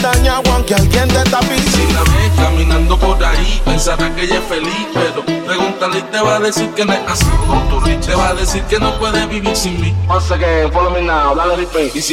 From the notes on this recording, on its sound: Live session crossover, opening at Passion Friday Patio Casco